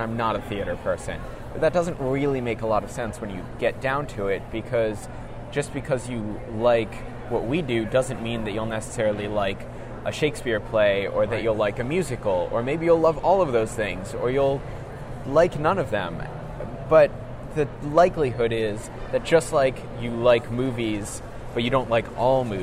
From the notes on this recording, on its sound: we are live at Awesome Con 2017